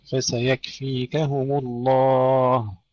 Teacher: مد الألف يا أخي حركتين على الأقل